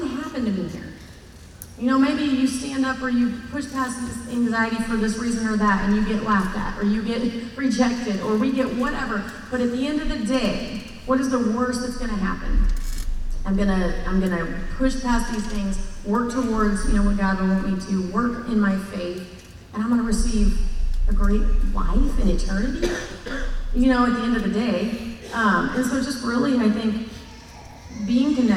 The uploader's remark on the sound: This content was featured at the 2023 Campus Ministry United Workshop: Beautiful Feet. Hosted live at The Crossings Church St. Charles County in O’Fallon, MO.